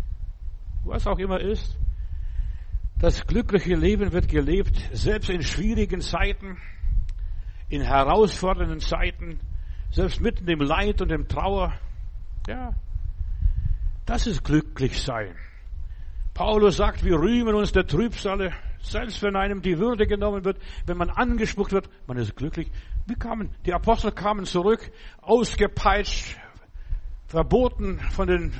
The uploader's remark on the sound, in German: im Gemeinde-Zentrum in Berlin aufgenommen